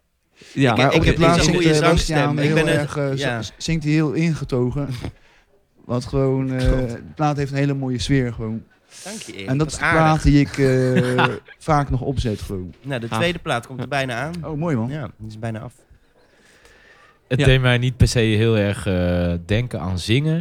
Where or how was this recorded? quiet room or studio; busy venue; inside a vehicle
busy venue